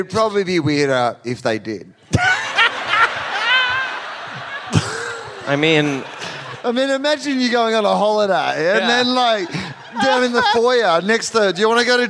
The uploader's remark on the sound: Live in Brisbane.